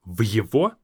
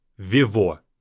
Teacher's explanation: I understand that it's hard, but в его has to be strong. This Y has to be there. We have to separate the consonants of different words. · Shown in: first take · We can't just say в его наружности.